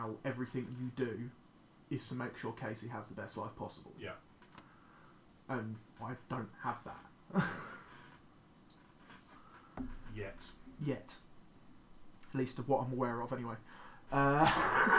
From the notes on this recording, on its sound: Forgot to change the microphone input over. Apologies for the terrible sound quality.